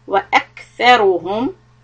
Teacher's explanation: kaf sukun, a little hams